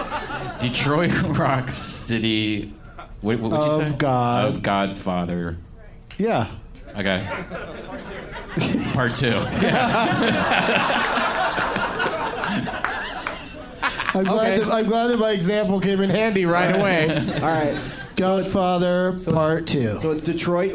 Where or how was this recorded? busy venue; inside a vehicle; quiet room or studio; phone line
busy venue